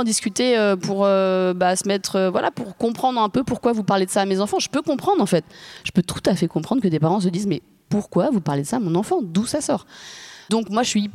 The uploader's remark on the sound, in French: Cet épisode bonus a été enregistré à l’occasion de l’écoute en avant-première de « C’est quoi l’amour, maîtresse ? Lors du Festival du Film Féministe des Lilas (93). Théâtre du Garde-Chasse (Les Lilas).